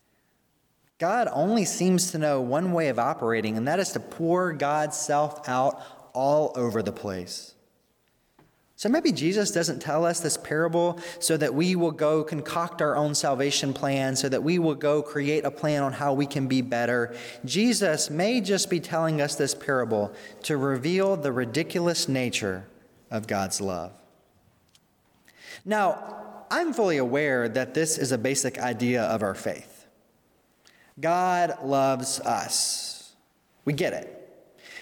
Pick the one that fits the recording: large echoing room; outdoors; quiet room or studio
large echoing room